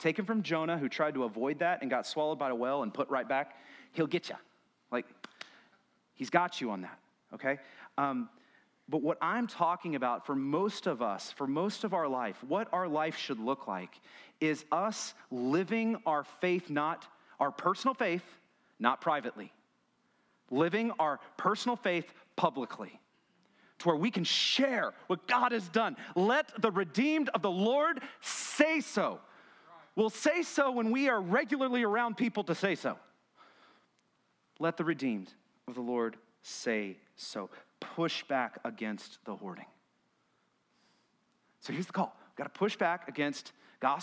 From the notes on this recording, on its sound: The following was recorded at Stone Oak Bible Church.